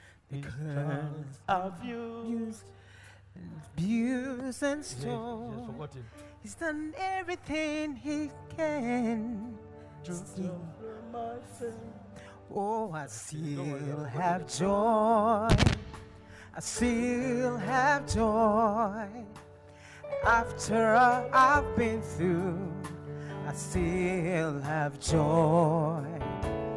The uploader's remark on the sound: Preached at Loyalty House, Abbey, Dahwenya